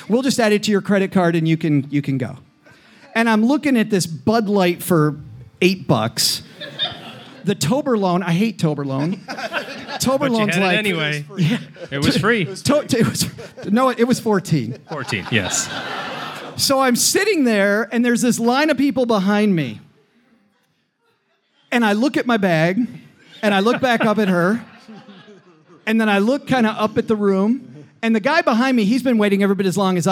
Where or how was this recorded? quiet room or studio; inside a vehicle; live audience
live audience